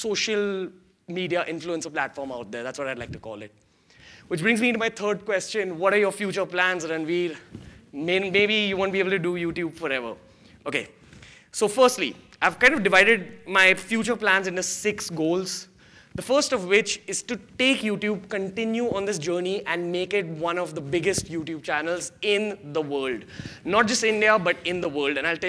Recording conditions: live audience